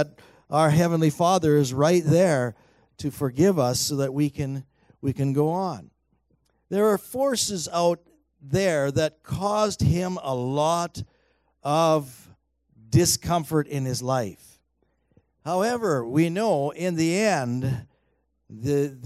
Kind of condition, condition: setting, large echoing room